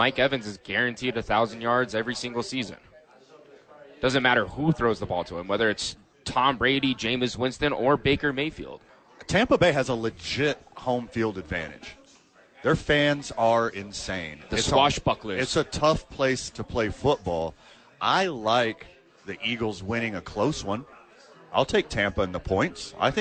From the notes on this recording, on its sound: live from Howies